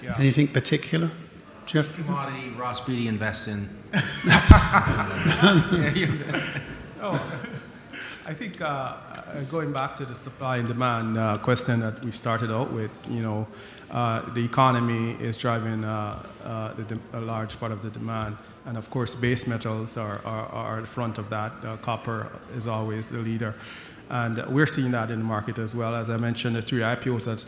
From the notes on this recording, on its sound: recorded live at The Northern Miner's Canadian Mining Symposium at Canada House in London, U.K., in April 2018